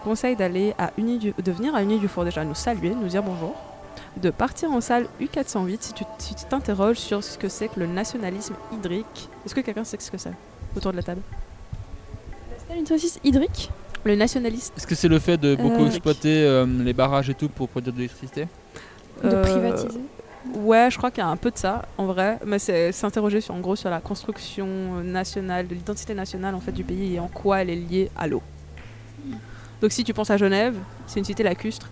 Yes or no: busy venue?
yes